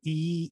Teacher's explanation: if we're from the Midwest, we might have a little bit more nasality, high face mask resonance in that sound, right? And it might be a little higher, E. If we're from a southern state, it might be a little lower, and it might have a E.